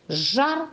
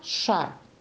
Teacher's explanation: Итак, в одном слове звонкая согласная, а в другом глухая.